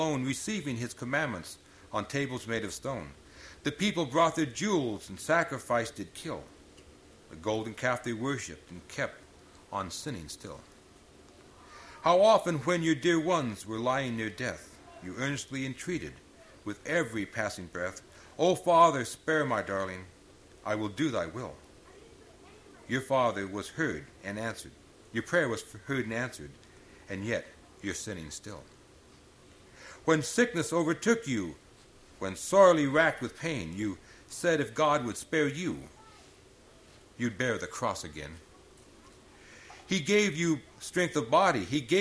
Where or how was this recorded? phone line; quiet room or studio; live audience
live audience